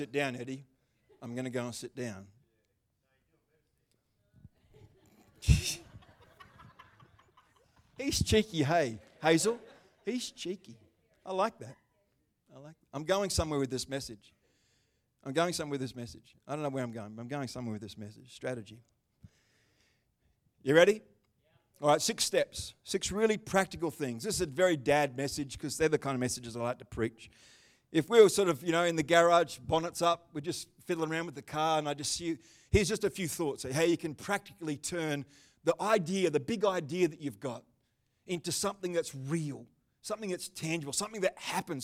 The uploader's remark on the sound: The livestream of Destiny Church Atherton.